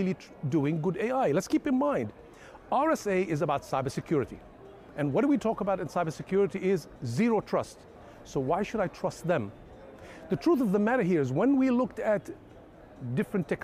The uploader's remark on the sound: directly from the RSA Conference 2023 in San Fransciso